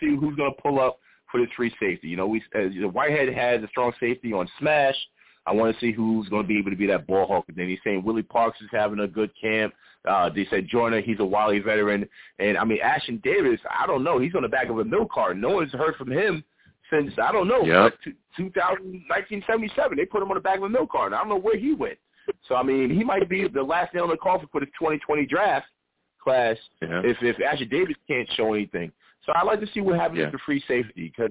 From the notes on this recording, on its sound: I also take live callers!